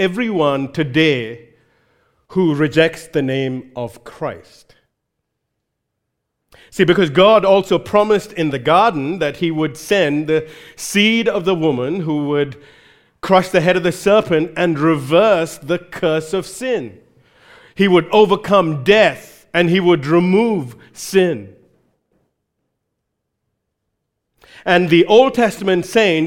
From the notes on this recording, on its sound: recorded live at Grace Community Bible Church